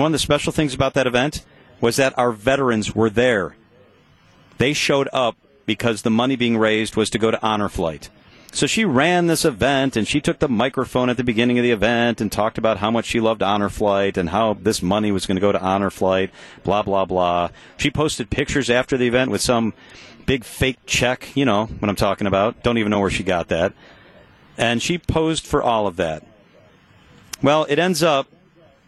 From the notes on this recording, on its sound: We begin our live broadcasts from Summerfest 2023.